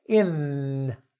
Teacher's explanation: The N sound from in is at the back of your teeth